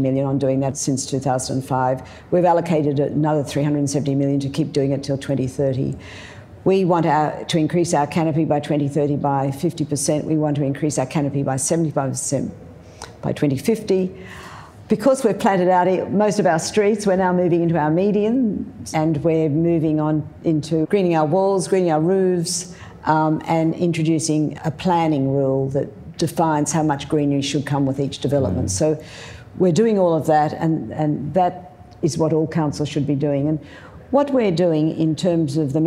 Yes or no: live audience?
yes